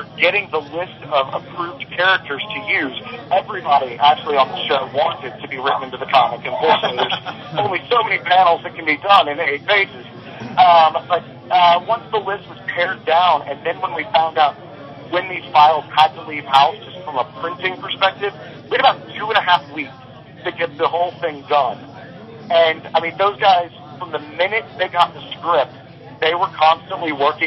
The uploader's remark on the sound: as we record from the first ever Chicago Mini-Con